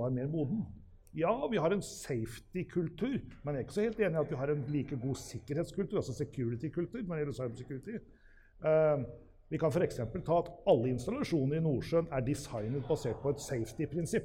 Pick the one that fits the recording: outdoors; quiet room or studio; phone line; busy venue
busy venue